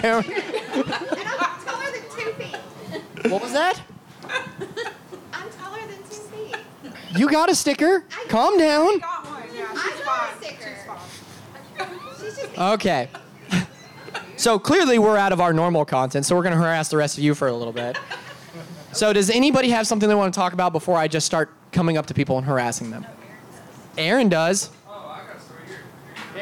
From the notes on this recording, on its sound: Halloween Live from Pour Brothers Brewery. Pour Brothers Brewery live show.